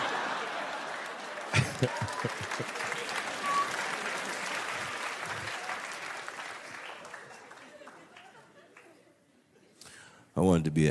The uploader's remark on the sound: Takes the stage and captivates the audience with his unique style of humor and engaging storytelling.